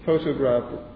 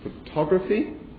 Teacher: Okay. So the first one, the first diphthong turns into a schwa when it is photography.